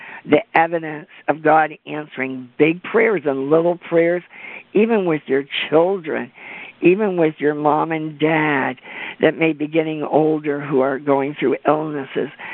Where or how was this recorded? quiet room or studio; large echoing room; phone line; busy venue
phone line